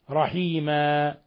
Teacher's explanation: وإذا وقفنا على رحيما فنقف عليها بالألف لأن هذا مد عوض رحيما ولا نمد نبالغ فنقول رحيما ولا نجعلها فتحة فنقول رحيما